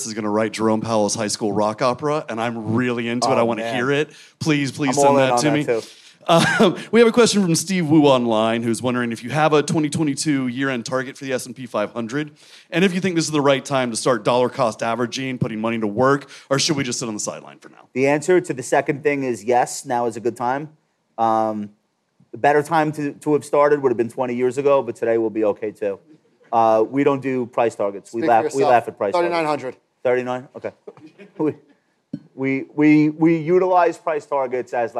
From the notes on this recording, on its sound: This episode was recorded in front of a live audience at MarketWatch's Best New Ideas in Money Festival.